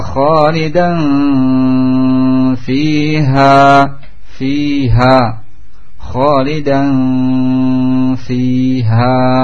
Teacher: didekatkan ujung gigi seri atas dengan perut bibir bawah. · Term: makhraj fa